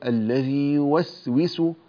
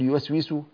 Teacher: السين هنا حرف رخو، فأعطي زمن السين أو أعطي الرخاوة للسين · Shown in: first take · فقل الذي يوسوس، لا تقول يوسوس، تأكلها سريعا، يوسوس، أعطها زمنها من الرخاوة.